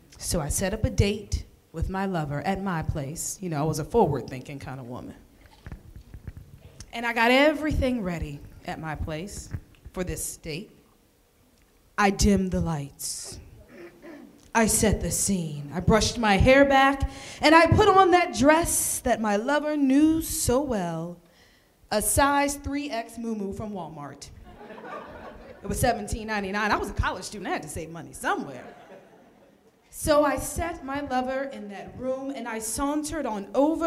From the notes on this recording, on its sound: from the LIVE Story Slammers event